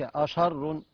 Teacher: ترقيق الهمزة والشين لأن بعدها راء مفخمة مضمومة